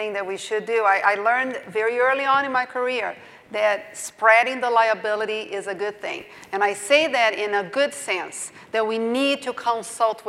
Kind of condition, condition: setting, large echoing room